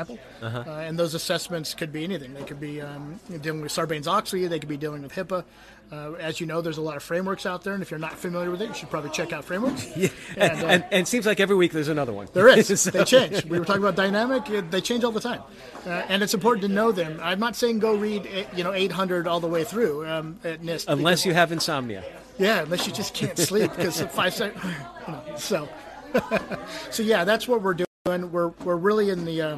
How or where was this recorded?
busy venue